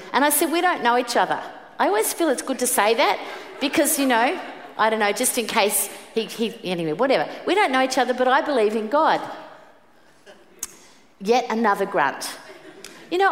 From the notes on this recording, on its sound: Preached at the 5pm service